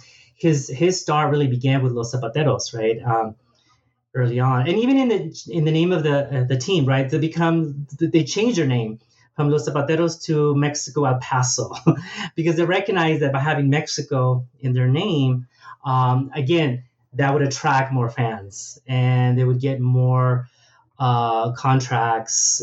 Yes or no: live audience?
no